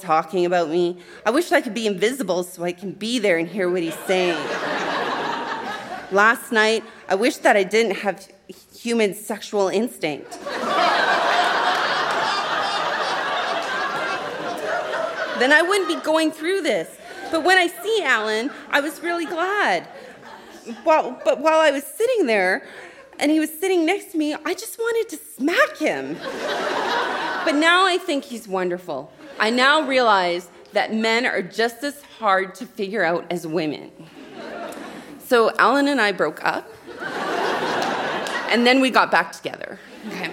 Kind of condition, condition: setting, live audience